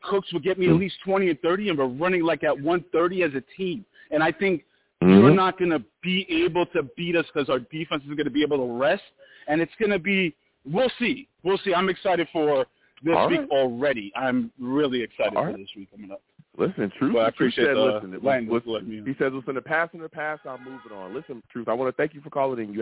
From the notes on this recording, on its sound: I take live callers!